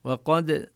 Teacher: الدال من حروف القلقلة نظهر النبرة فيها